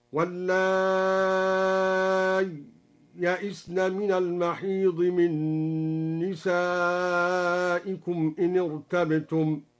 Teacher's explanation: قوله تعالى: واللائي يئسن من المحيض، قرأ الدوري إبدال الهمزة ياء مع السكت والإظهار وله الإدغام مع المد الطويل هكذا: واللائي يئسن من المحيض من نسائكم إن ارتبتم، واللائي يئسن من المحيض من نسائكم إن ارتبتم.